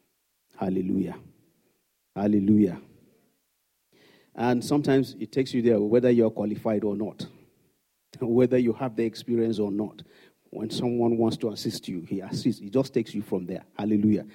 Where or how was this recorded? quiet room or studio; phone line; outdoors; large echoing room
large echoing room